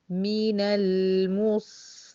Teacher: اللام توسط والصاد رخاوة، لذلك هتلاقي زمن اللام مفروض يكون أقصر من زمن ايه الصاد. الصاد زمنها أطول من زمن اللام، لازم تبيني ده في أدائك.